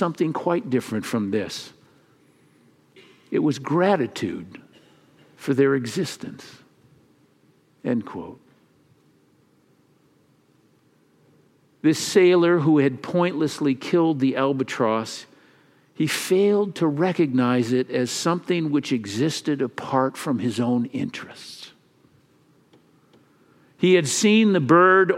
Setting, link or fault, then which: setting, large echoing room